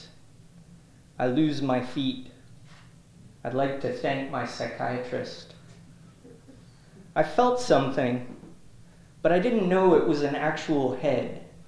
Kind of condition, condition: setting, large echoing room